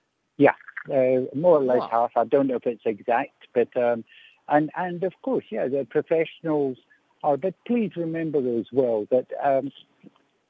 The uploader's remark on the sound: Guest on the line